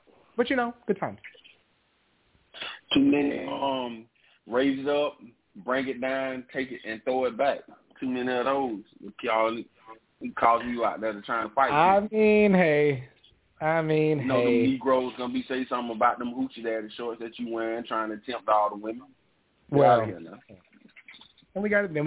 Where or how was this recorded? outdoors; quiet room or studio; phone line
phone line